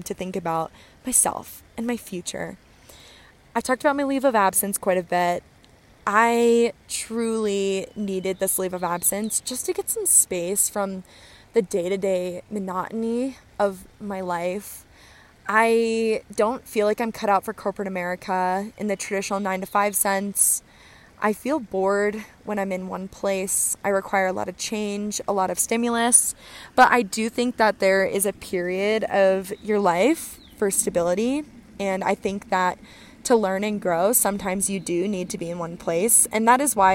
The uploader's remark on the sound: Episode 8 has arrived live from the Colorado Trail!